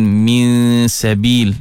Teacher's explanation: nun mati bertemu dengan sin, ikhfa haqiqi, dengung juga dua harakat